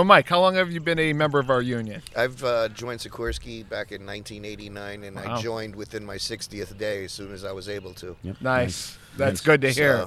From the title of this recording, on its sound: On Location from the TVC Scramble